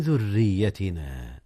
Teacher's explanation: أما الراء في ذريتنا المكسورة فهي مرققة